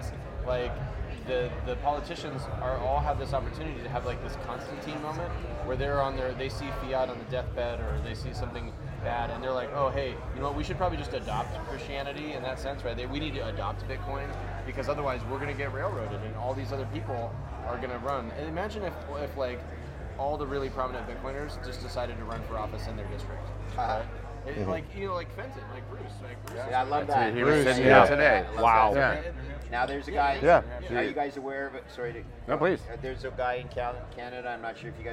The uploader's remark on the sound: We sat down at Bitcoin Miami